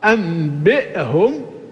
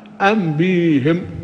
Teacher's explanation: إذن هذه القراءة الأصل أنبئهم، نقول أبدلت الهمزة ياء فأصبحت أنبيهم